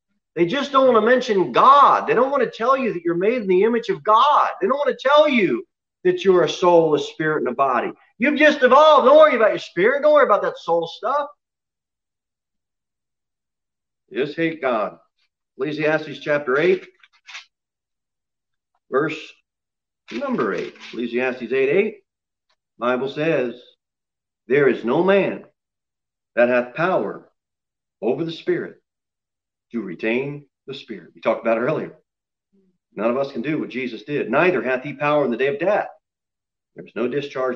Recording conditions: large echoing room